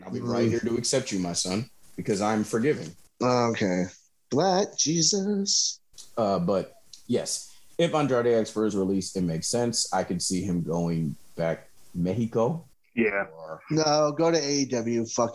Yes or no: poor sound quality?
yes